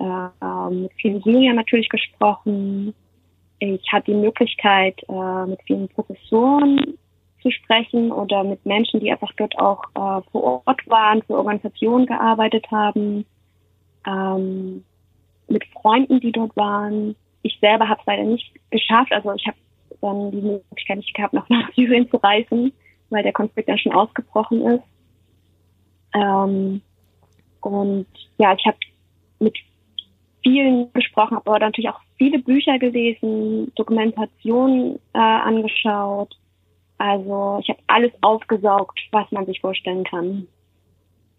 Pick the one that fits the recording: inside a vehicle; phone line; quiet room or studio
phone line